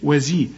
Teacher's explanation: خد بالك من الزين هنا مرققة وتكون اكثر رقة لانها مكسورة